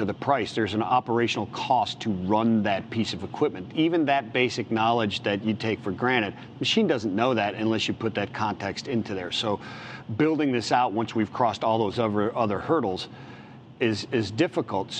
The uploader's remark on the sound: LIVE from Global Trade Tech